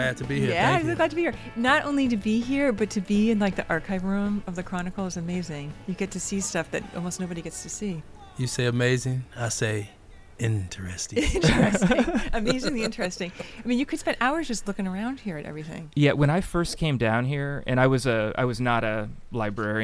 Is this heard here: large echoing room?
no